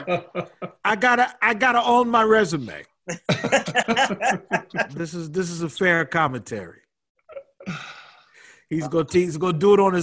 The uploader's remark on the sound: connect via ZOOM for the first time